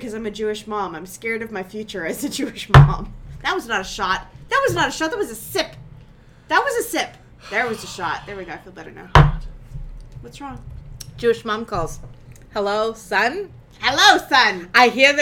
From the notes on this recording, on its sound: Squeaky bottles. Constant noise from touching the table supporting the microphone. Playing cards on the radio.